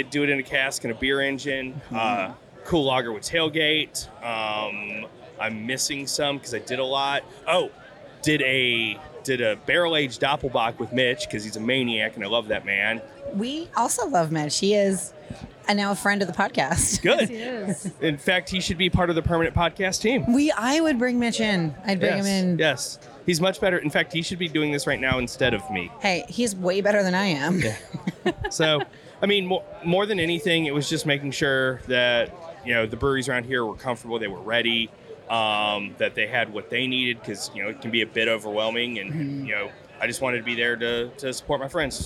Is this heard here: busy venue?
yes